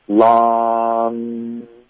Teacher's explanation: 所以我们要的是舌根往上的这个鼻音 long，而不是一个的这个感觉 OK，所以就是需要注意一下你的这个气流，它得一致一点的加一点点压力，不然很多的声音它就变哑 · Term: 后鼻音